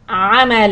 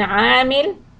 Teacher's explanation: first عمل short sounds and then عامل longer two حركات on عين